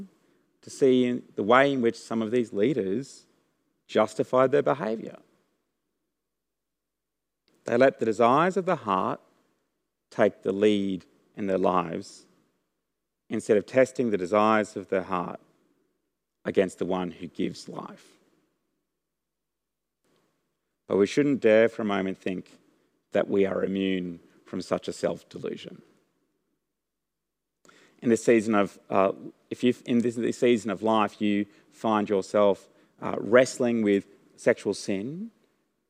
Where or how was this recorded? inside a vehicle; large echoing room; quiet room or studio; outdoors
large echoing room